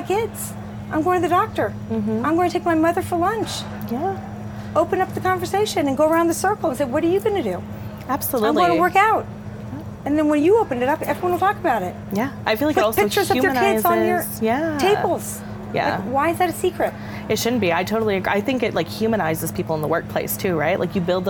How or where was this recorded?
busy venue